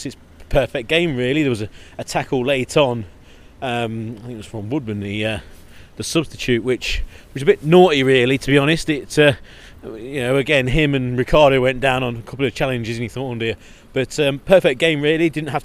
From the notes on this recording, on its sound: Live at the King Power as Leicester beat Preston 3-0 to sit top of the Championship.